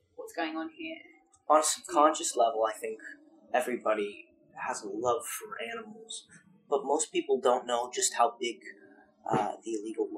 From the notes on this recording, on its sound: Was recorded at the Illegal Wildlife Trade Conference in London in 2018.